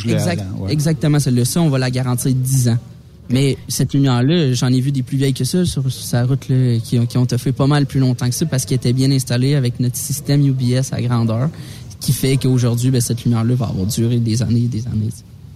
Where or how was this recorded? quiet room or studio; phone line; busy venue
busy venue